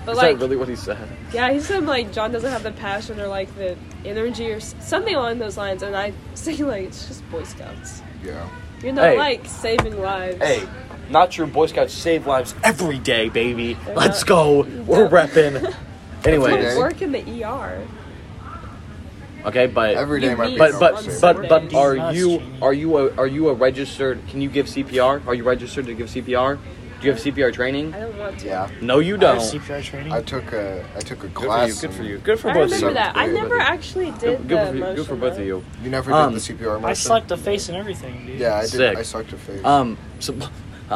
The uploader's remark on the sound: This episode was recorded at a jazz band competition on an iPhone speaker, so please excuse extra/loud noises.